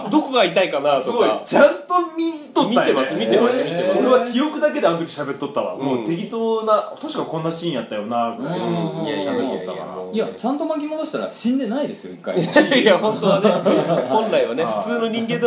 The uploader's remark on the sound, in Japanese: 公開収録。